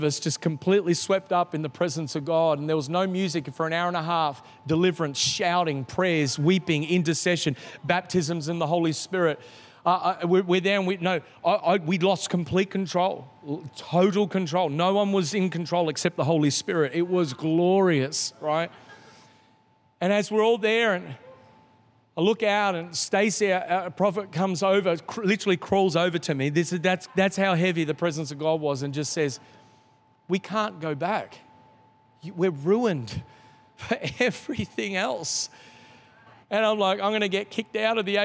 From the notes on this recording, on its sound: This is the message from the 3rd night of our Three Nights of Fire. Recorded in the 5pm service on Sunday, 23th October 2022.